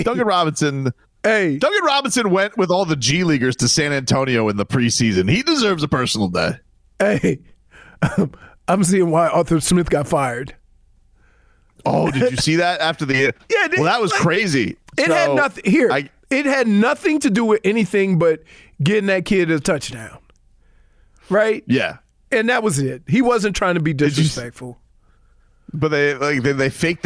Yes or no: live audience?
no